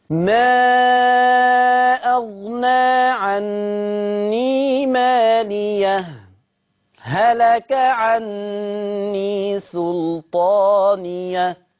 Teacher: أدي السكت من غير نفس